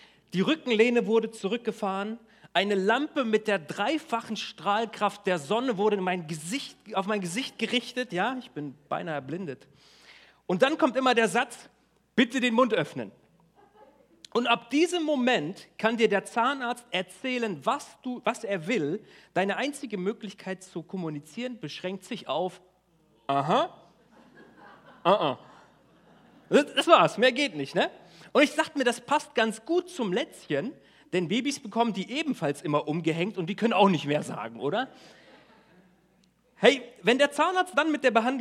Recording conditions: large echoing room